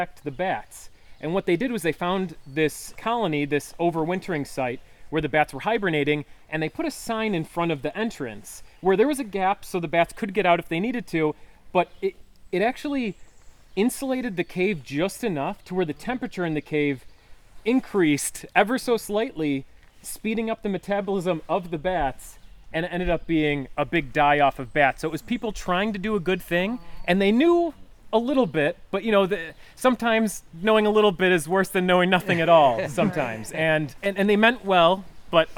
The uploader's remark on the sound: The Field Guides Live! (at the Allegany Nature Pilgrimage). The guys were invited to lead a hike at this year's Pilgrimage.